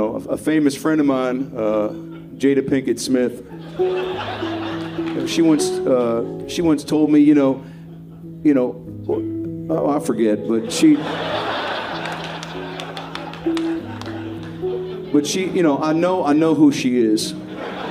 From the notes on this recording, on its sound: live from The Comedy Store